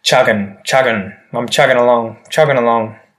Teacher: We go and swallow that ing at the end of chugging or going, and it just becomes that n sound.